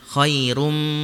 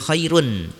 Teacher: Tanwin yang bertemu dengan huruf mim maka dibaca idgum, dibaca masuk ke huruf mimnya dan bersama dengan gunnah. · Shown in: first take · Khairum, jadi bukan khairun tapi masuk ke mim. · Term: idgum bigunnah